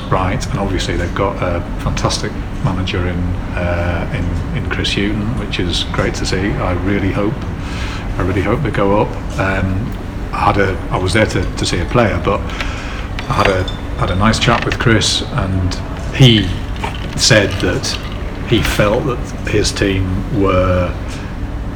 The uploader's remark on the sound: thank you to Nine Bar for allowing us to record